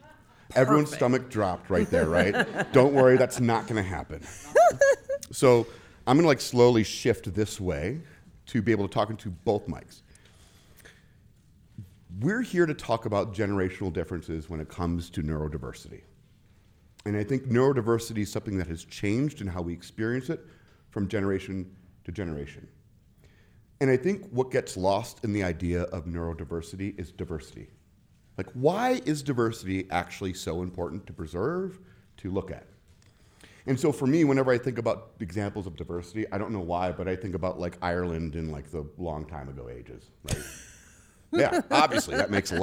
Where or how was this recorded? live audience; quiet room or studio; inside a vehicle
live audience